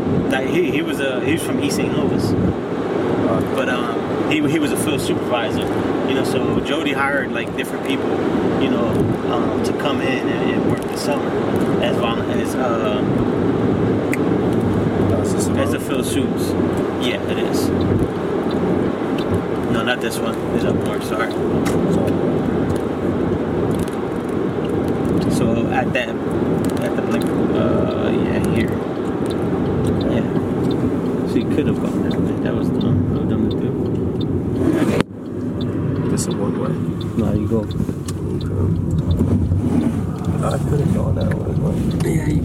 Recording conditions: inside a vehicle